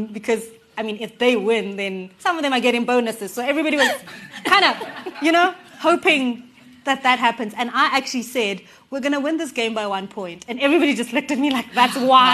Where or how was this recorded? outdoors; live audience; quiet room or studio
live audience